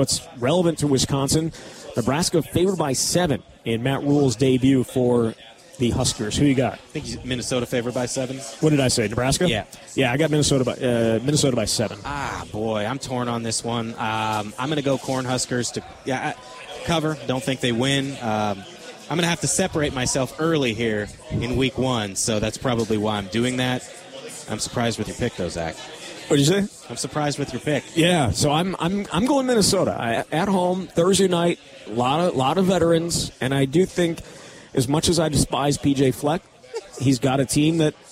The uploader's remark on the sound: live from Monk's Bar and Grill in Sun Prairie